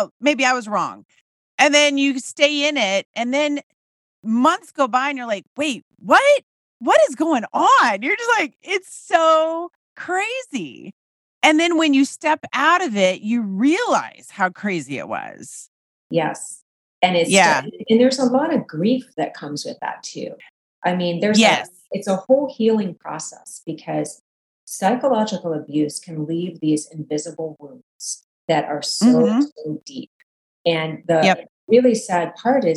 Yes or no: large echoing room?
no